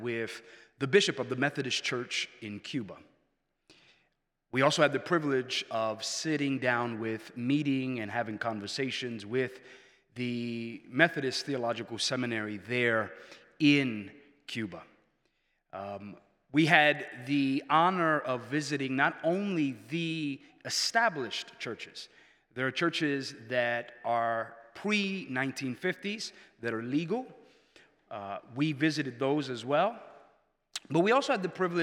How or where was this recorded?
large echoing room